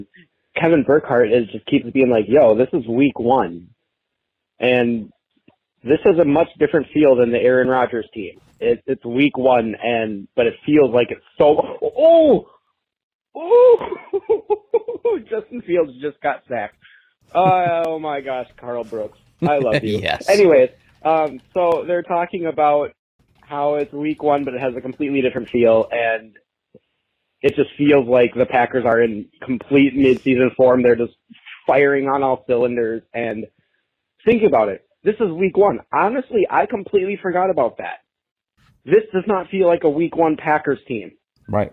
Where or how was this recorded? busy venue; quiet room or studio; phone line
phone line